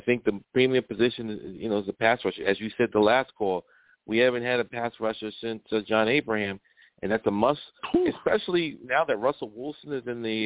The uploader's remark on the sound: Tonight, live at 7pm eastern. I also take live callers!